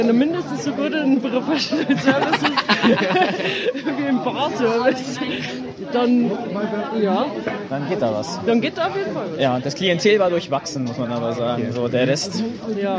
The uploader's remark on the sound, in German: Versammelte die knowis AG, ein Softwarehersteller aus Regensburg, ihre MitarbeiterInnen in einer Verweilhütte des Thurn und Taxis Christkindlmarktes, um das zu Ende gehende Jahr gebührend zu feiern. Live für euch vor Ort und fand heraus, was auf der Weihnachtsfeier alles so passiert ist.